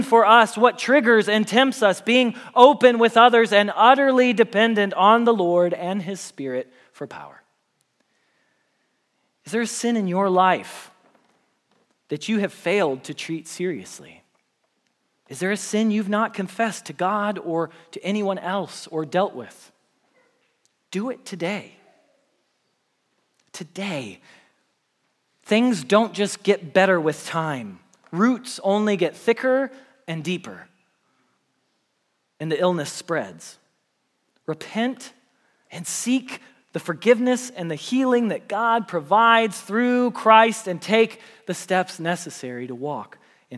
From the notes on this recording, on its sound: Message Preached at Valley Creek Church